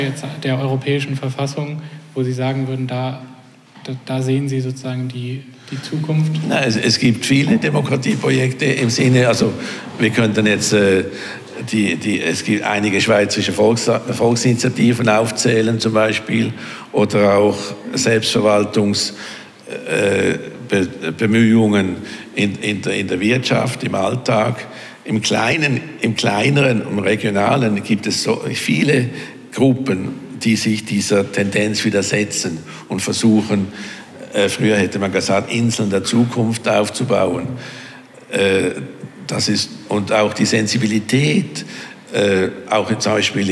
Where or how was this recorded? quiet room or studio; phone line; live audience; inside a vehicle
live audience